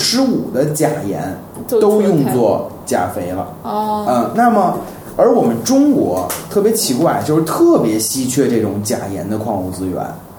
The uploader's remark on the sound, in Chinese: 本期节目为在张大妈办公区用录音笔录制，可能有街道上的杂音，请见谅。